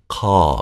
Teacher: make a very far back ka. Ka, with the same vowel as father